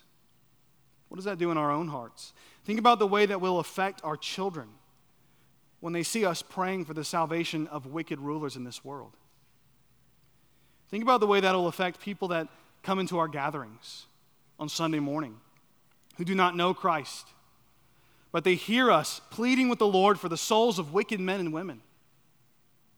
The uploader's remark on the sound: at Chaffee Crossing Baptist Church in Barling, AR.